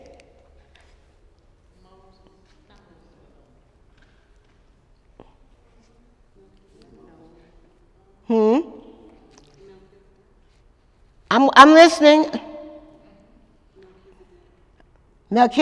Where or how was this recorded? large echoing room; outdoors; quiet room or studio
large echoing room